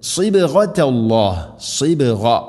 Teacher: സ്വാദ് ഉച്ചരിക്കുന്ന സമയത്ത് നാവിൻ്റെ മധ്യഭാഗം അണ്ണാക്കിലേക്ക് ഉയർന്നു നിൽക്കണം. സ്വരഭാരത്തിൽ ഉച്ചരിക്കേണ്ട അക്ഷരമാണ് സ്വാദ്.